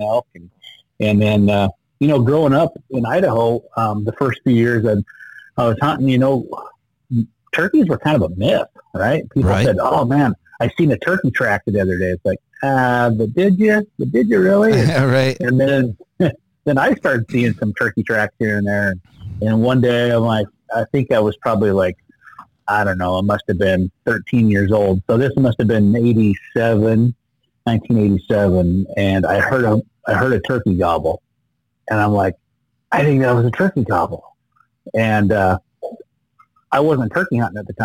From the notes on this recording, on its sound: on the phone